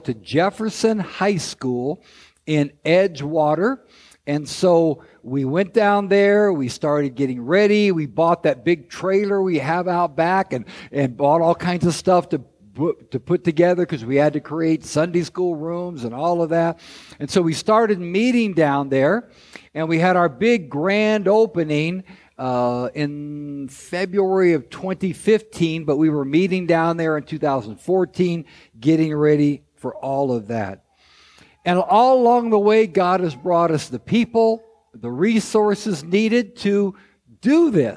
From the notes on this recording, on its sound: This episode is a recording of Christ Street Fellowship's 10th anniversary service.